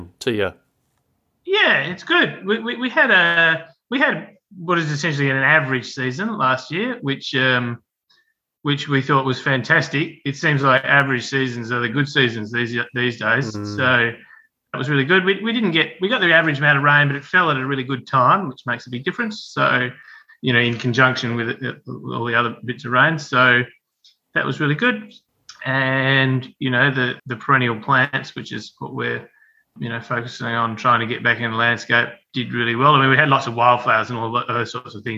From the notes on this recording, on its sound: This conversation was recorded online